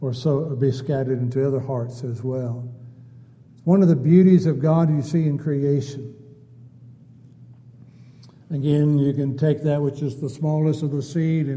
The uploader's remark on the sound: Downtown Church Of Christ Audio Sermon